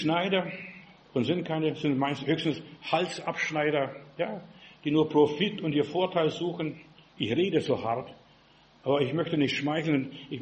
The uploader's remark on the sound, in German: im Gemeinde-Zentrum in Berlin aufgenommen